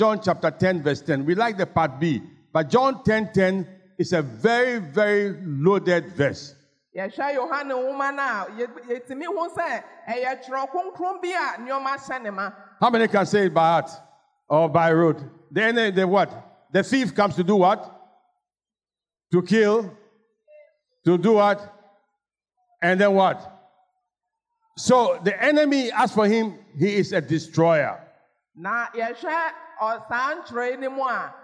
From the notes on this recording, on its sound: Sermon preached at CBC Shiashie Campus